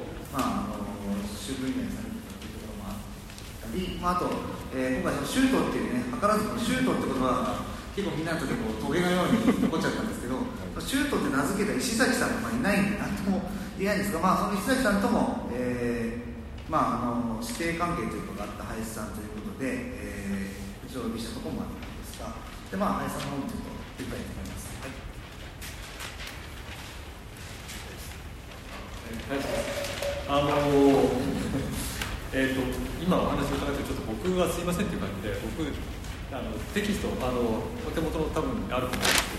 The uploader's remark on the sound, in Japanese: 会場：武蔵野美術大学鷹の台キャンパス 2号館309、310教室。第9回 AGAIN-ST 「BREAK/BREAKER シュート彫刻のありか」のトークイベントの録音です。